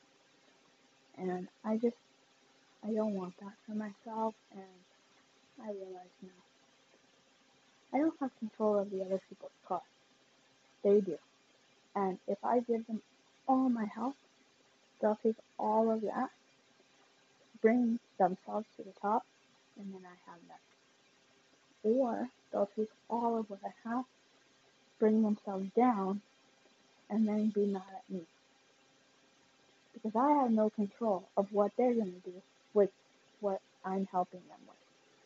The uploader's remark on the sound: Please excuse the bad audio not sure why it’s like that